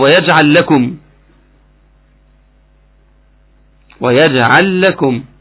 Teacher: ان اللام الاولانيه دخلت في اللام الثانيه · Term: ادغام متماثلين صغير